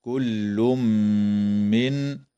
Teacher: قوله تعالى: كل من الصالحين، يدغم التنوين في الميم مع الغنة في قوله تعالى: كل من، وتنتهي الآية اتفاقا عند كلمة الصالحين، والوقف عليها من قبيل الوقف الكافي.